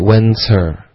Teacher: is 会变成 when's，然后再连到 her 的时候呢，你会听到一个 ts 的音连在一起，OK，所以 when's her 的 h 的音，还可以听到一点的送气，可是也可以属于是略了